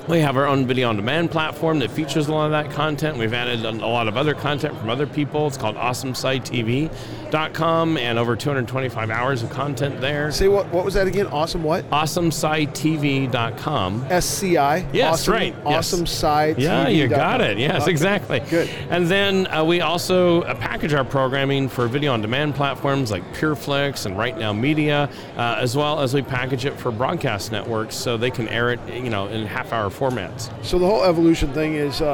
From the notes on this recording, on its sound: LIVE from NRB 2022!